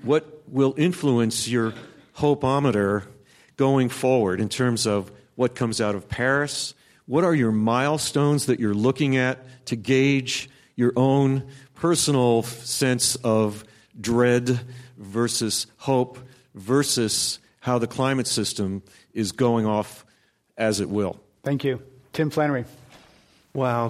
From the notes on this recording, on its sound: This program was recorded in front of a live audience at the Exploratorium with the Commonwealth Club of California on November 10, 2015.